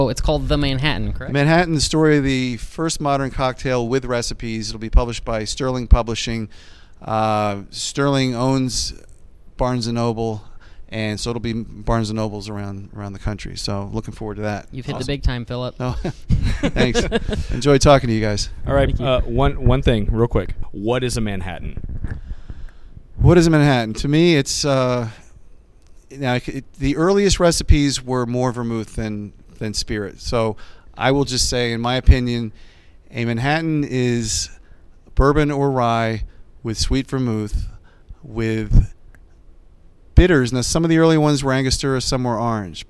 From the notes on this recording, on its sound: coming to you (not even remotely) live from the San Antonio Cocktail Conference